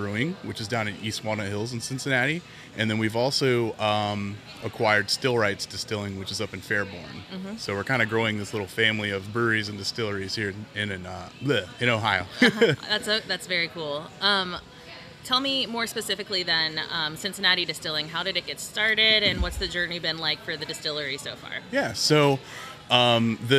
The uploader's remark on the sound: Cincinnati Distilling - LIVE On Site!